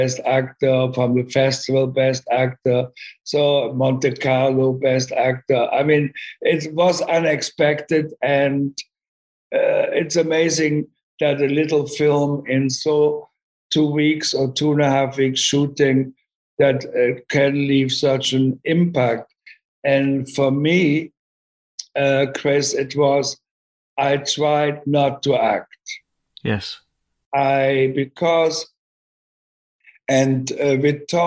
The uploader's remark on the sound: Sat down over Zoom.